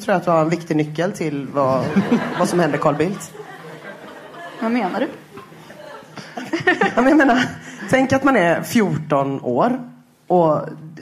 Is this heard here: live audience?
yes